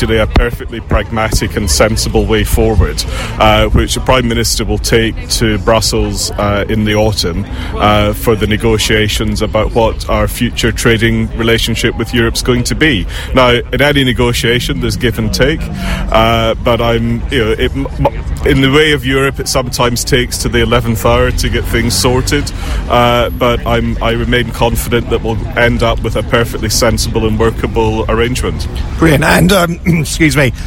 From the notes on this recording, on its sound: Live from Milton Keynes train Station